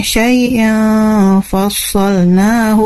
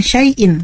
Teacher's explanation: Nah, kemudian di syai'a itu syai'a ikhfa ya bacaannya, syai'a fassalnahu, bukan syai'in, bukan izhar ya, tapi ikhfa samar-samar ya